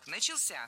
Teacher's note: в слове «начался» ударение падает на третий слог